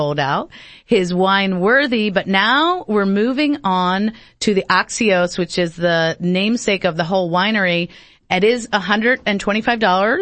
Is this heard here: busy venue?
no